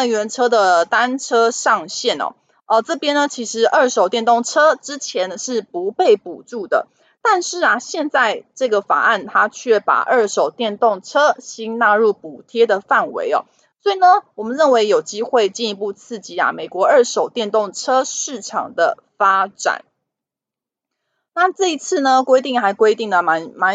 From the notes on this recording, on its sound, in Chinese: 本集有些許雜音，已亟力避免，如有察覺請多多包涵